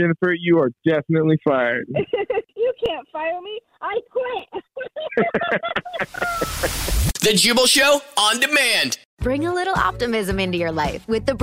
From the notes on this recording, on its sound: Our listeners set-up a friend or family member to wake up with The Jubal Show, phone prank style.